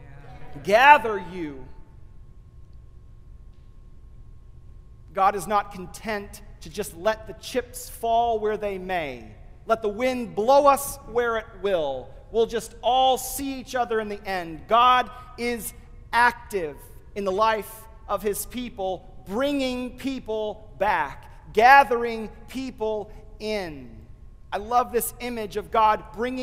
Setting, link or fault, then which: setting, large echoing room